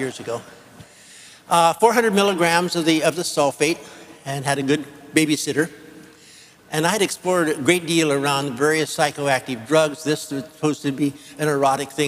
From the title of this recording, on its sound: Future of the Brain Symposium Lecture 2005